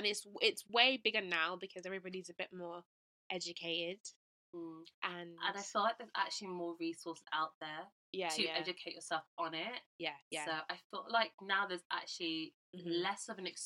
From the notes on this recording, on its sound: we did have some technical difficulties with our mics so please bear with us.